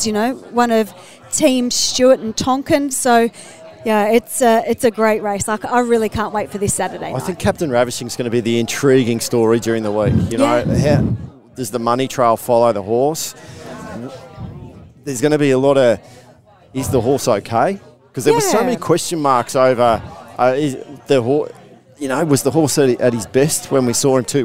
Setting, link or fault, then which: setting, busy venue